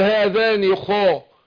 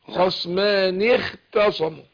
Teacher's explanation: الخاء هنا مفخمة تفخيمة عالي وفي تحت اختصموا داخد أدنى درجات تفخيم لأن قلنا الخاء والقاف والغين دول حروف مستعلية هنتجمع بين القوة والضعف، حروف السعليم والفتحة، فتح صفة الضعف، فهنا لما بتكسر بتضعف.